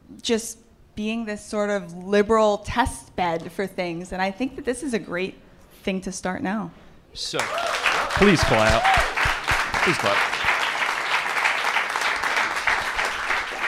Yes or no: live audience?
yes